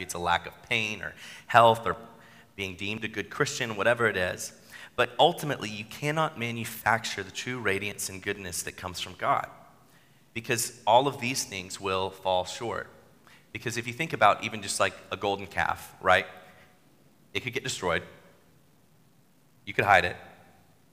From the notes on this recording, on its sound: Sermon at New City Church